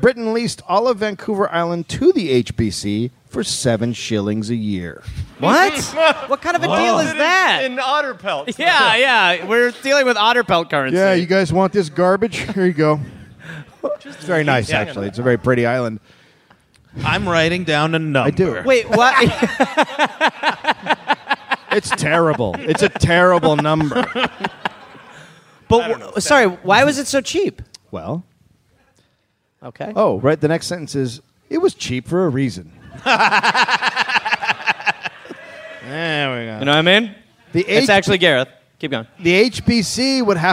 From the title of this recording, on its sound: Live in Vancouver